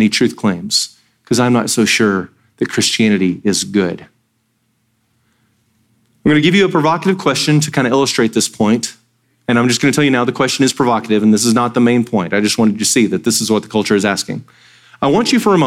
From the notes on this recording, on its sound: Sermon audio from Sunday, September 10, 2023.